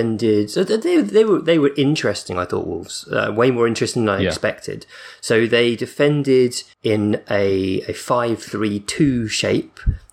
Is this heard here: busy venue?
no